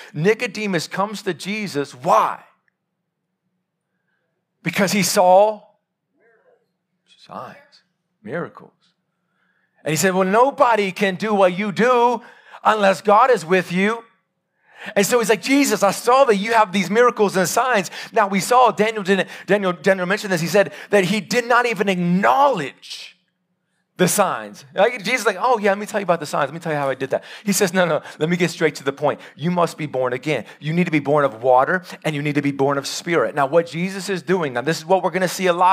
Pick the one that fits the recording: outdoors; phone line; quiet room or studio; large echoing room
large echoing room